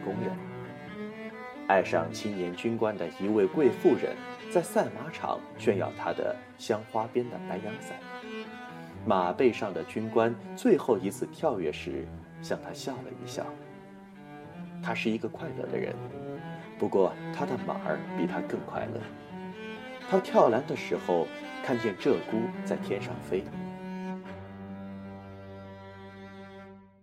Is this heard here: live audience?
no